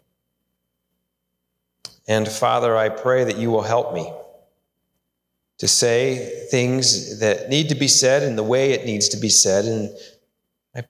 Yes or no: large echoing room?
yes